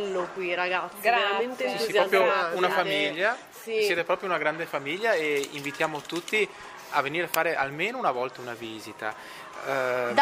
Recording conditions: busy venue